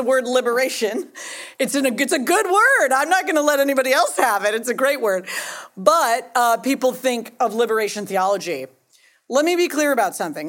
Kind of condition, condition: setting, live audience